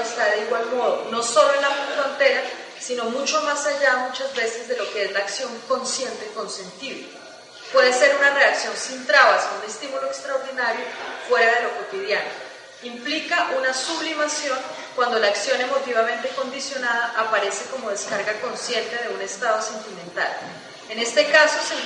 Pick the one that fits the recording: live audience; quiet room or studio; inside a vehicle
live audience